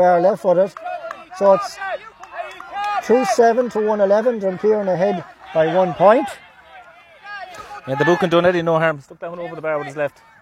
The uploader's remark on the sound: Full Live Audio Commentary from Dromod